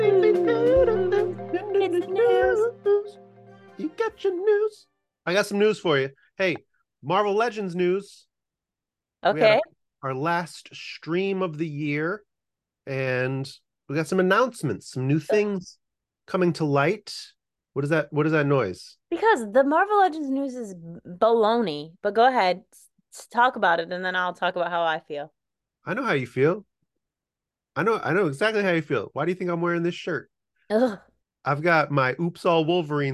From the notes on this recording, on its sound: Apologies in advance for the sound this week friends, we're recording on zoom